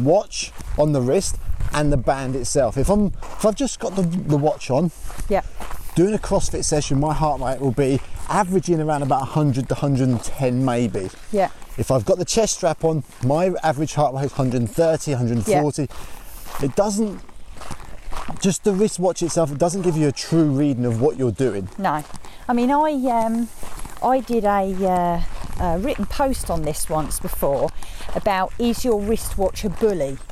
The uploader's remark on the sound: walking podcast